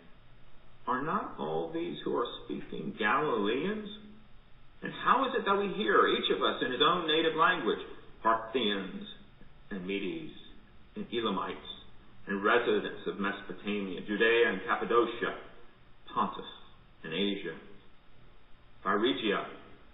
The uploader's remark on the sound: Recorded at MPPC for worship on Sunday, June 7, 2020 at 10 am